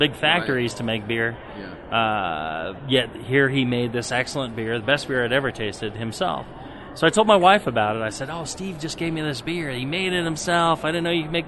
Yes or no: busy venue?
yes